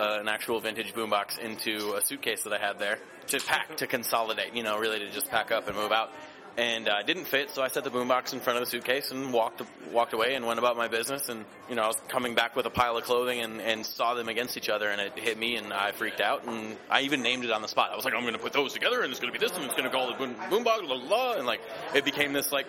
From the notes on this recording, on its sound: interview recorded at the gallery's three year anniversary at Pilsen's Second Friday art walk